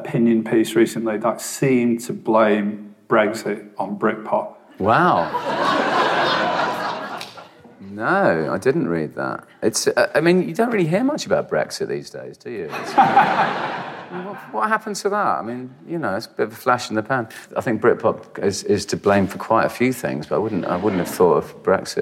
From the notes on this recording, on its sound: live at The Rio Cinema in London